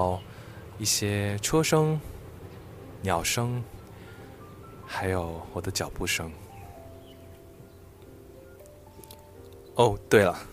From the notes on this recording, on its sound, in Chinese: 我走出錄音室，來到那顆大樹下，來給你說說這裡，讓你聽聽這裡的聲音。